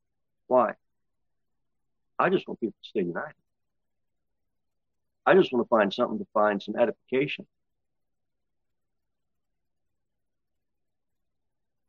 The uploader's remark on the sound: Sermon delivered at Pilgrim Baptist Church. Pilgrim Baptist Church, located at 229 W. Cookeville, TN 38501.